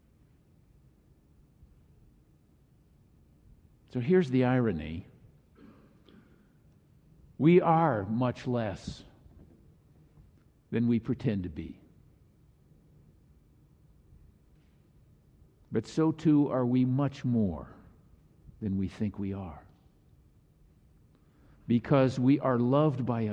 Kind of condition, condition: setting, large echoing room